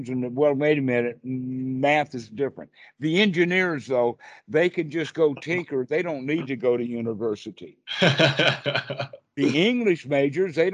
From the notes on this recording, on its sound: Skype calls on this channel.